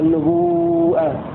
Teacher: يقرأها نافع بالهمز لأنه الأصل من النبأ